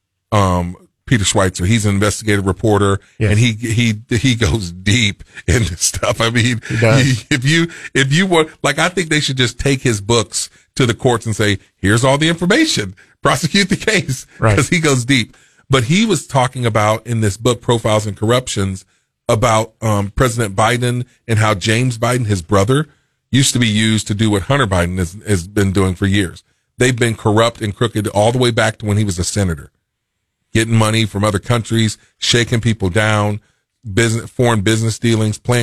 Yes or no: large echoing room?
no